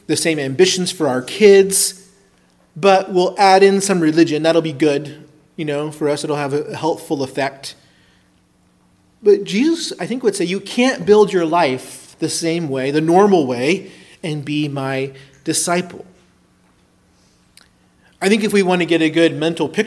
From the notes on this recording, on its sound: preached at Christ Our Savior Baptist Church